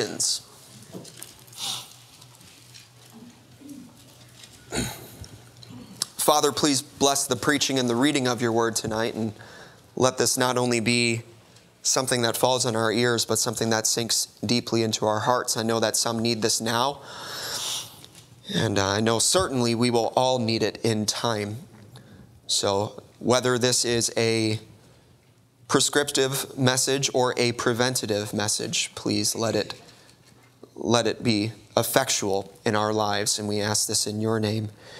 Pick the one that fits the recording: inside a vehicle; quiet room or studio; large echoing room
large echoing room